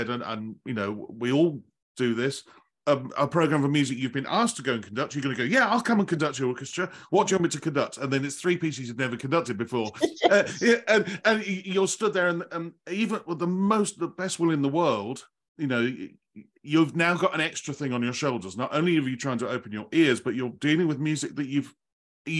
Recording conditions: video call